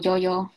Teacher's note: Entonces, antes cuando digo yo, es más suave. Pienso que es una fricativa palatal sonoro. Y cuando digo yo, creo que es palatal aproximante sonoro.